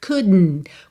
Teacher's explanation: Ao invés de dizer couldn't, faz couldn't. Quando A língua chega no céu da boca pro D, já puxa um N para dentro